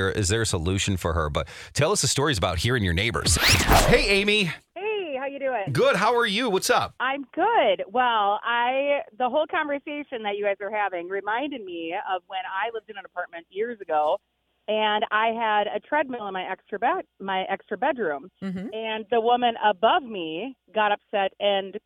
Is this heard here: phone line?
yes